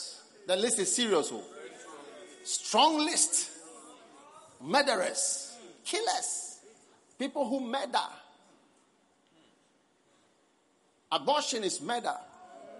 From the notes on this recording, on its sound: Preached at the Christmas Service, First Love Center.